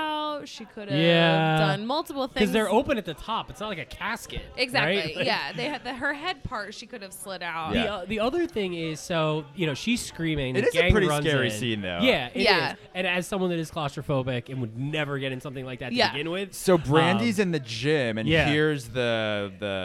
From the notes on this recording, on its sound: LIVE FROM MANATAWNY STILLWORKS ON EAST PASSYUNK AVE